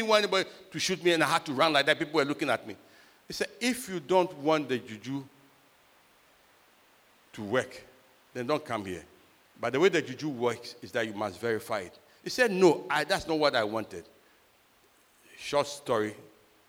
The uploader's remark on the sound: Sermon preached at CBC Shiashie Campus.